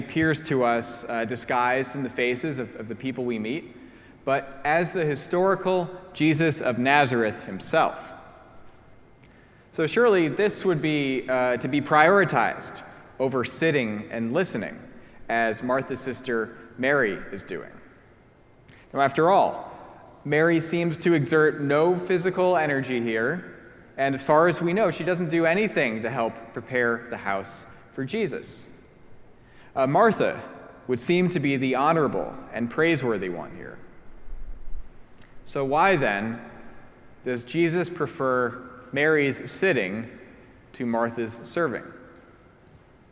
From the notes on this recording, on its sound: preached at our celebration of the Holy Eucharist on the Sixth Sunday after Pentecost.